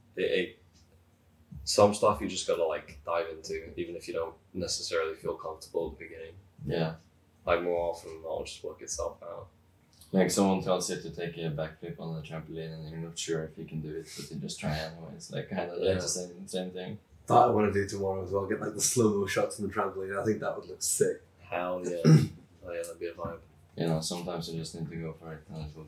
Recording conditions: poor microphone